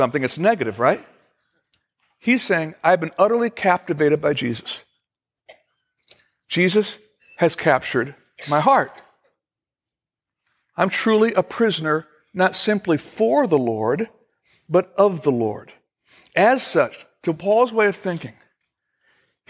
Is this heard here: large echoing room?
yes